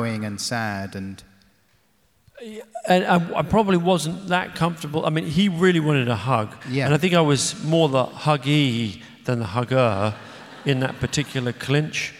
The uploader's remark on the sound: In this live discussion